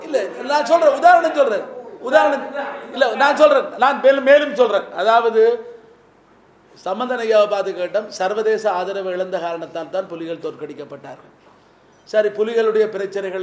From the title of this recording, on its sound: Press conference by EPRLF, TELO and PLOTE